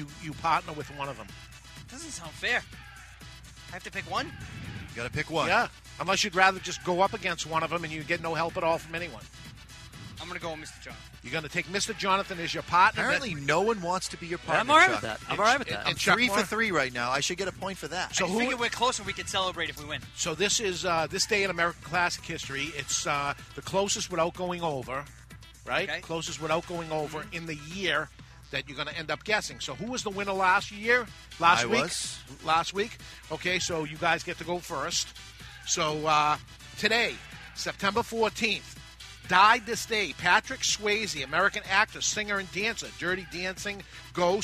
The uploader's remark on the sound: It's the Smoking Calendar Motorcylce run live from Two Guys Smoke Shop.